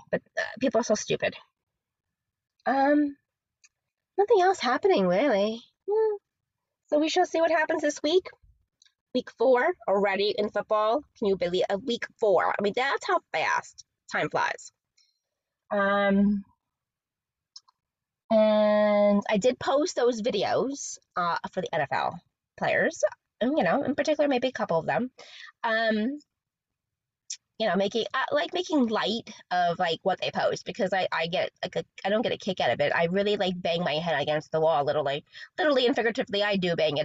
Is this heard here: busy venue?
no